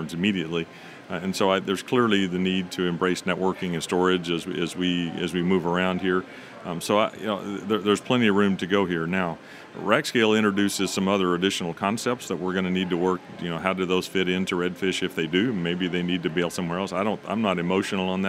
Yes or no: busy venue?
yes